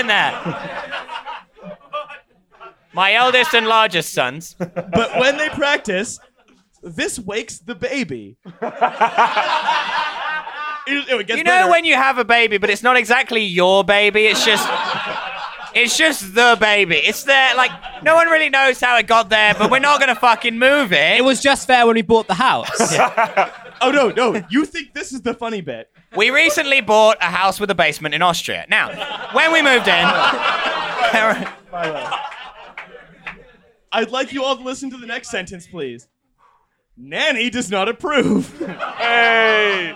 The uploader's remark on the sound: At the Star of Kings, London. A strung-together sound system. Crouching behind the DJ booth to eat a burger.